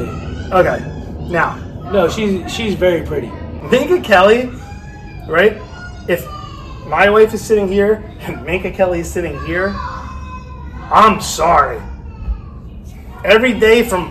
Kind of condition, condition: fault, background noise